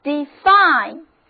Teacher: 重音放在第二个音节上，元音字母 i 发本字母的音 i